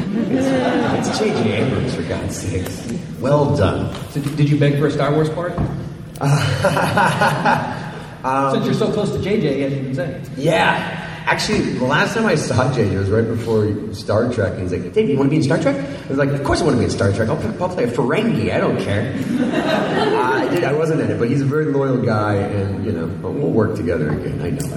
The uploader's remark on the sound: exclusive fan panel from Houston Comicpalooza